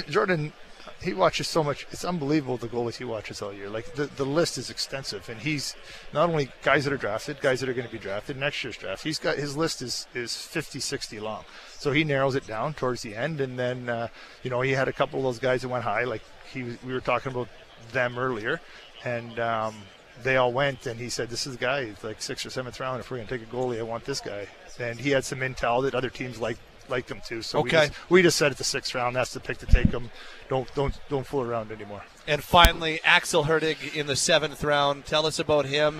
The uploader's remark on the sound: on the draft floor in Nashville